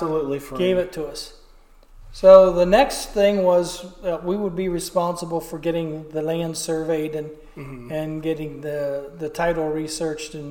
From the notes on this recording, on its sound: An old chapel church built and formed by a family of settlers from England in rural Ohio. We recorded this story on location and with these old wooden churches it can be met with some bouncing audio which we knew going in could be the case but it was a must for us to do this episode at the actual church. With echo and occasional sounds of the furnace.